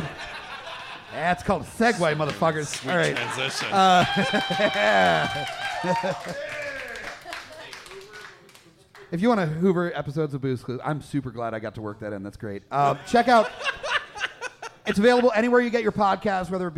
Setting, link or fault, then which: setting, live audience